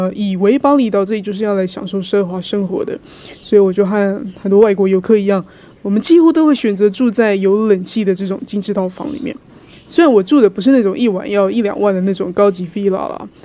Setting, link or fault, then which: setting, outdoors